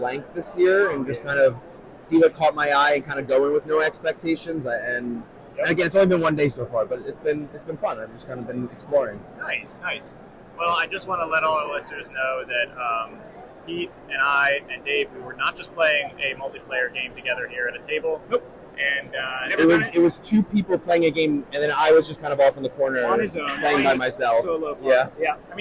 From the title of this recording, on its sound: Live from PAX Unplugged 2023